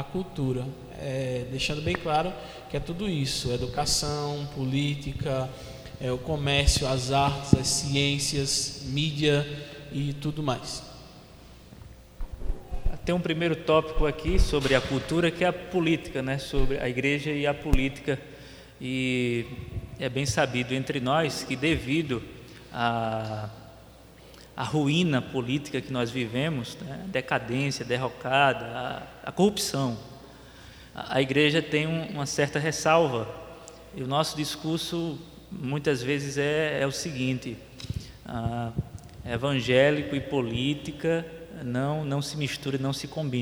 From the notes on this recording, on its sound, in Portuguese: Debate. Além da participação do público presente.